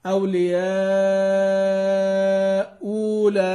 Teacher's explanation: أولياء أولئك هو المثال الوحيد للمضمومتين، وهو يأتي فيه المد حركتين فقط